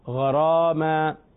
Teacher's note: غین حروف مستعلیہ کی وجہ سے پر، اور را اپنے زبر کی وجہ سے پر، یعنی موٹا پڑھیں گے · Term: فخم